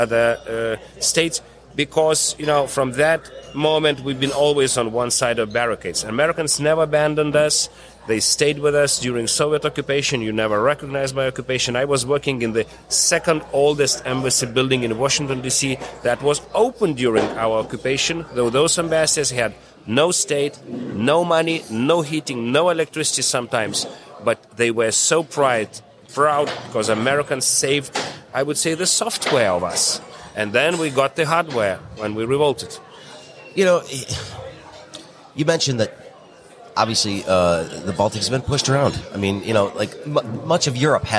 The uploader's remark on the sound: We caught up with the Ambassador at the Detroit Regional Chamber's annual Mackinac Policy Conference